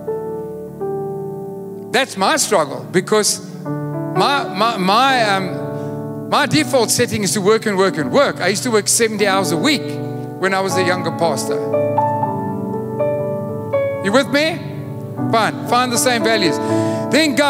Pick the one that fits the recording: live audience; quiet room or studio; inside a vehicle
live audience